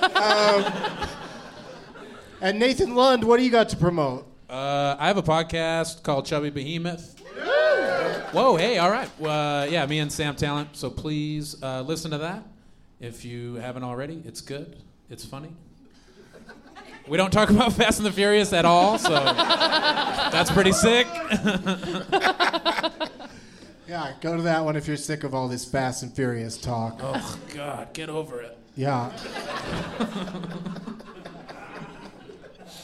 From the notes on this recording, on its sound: Live from Comedy Works in Denver